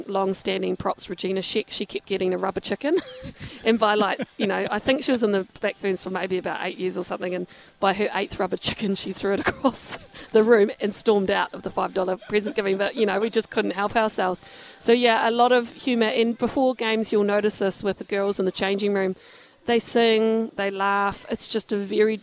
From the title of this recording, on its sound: LIVE from Andy's Burgers & Bar